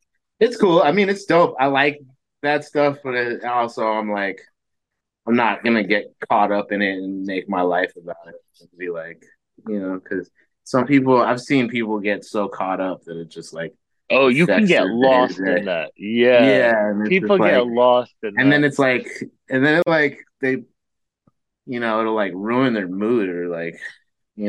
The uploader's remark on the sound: I sit down on zoom with one of the best producers in the game.